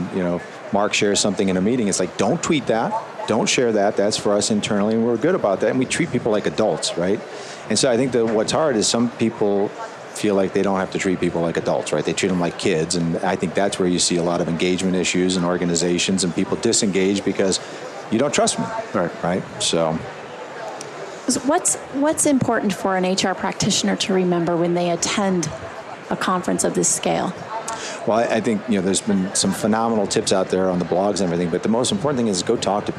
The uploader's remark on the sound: LIVE from Las Vegas, at #HRTechConf